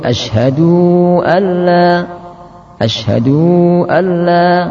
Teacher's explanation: memanjangkan dal sehingga menjadi ashadu alla